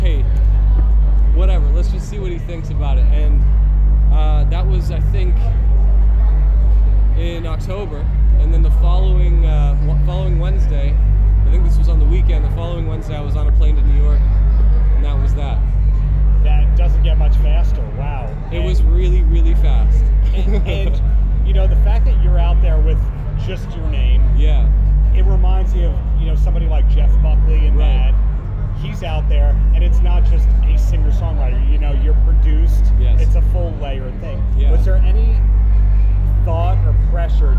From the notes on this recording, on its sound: live at the Sonic Temple Art & Music Festival in Columbus Ohio